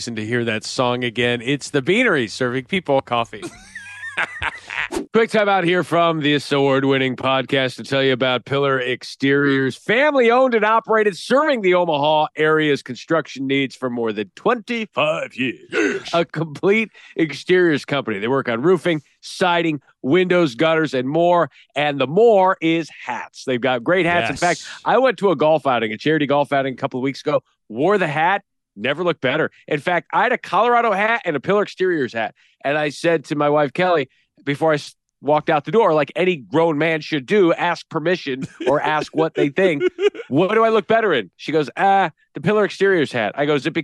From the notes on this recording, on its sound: Is in the car headed to another game. Has bad Zoom audio.